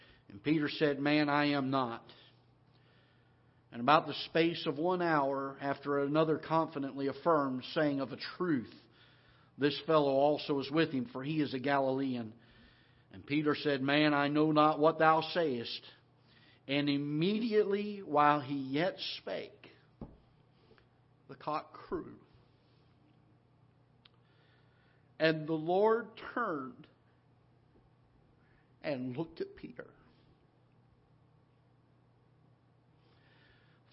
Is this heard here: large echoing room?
yes